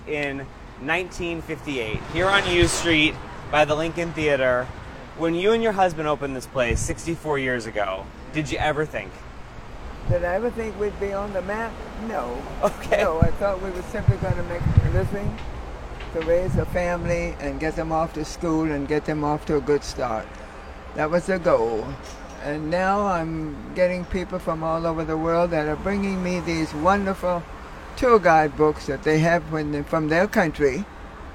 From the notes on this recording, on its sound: We recorded our mile long conversation along DC’s U Street Corridor, historically known as Black Broadway.